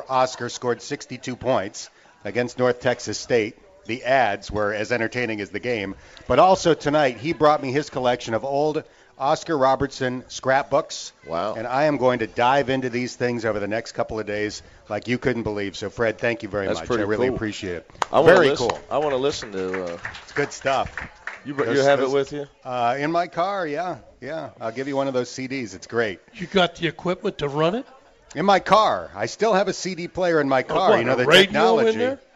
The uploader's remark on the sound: live from the original Montgomery Inn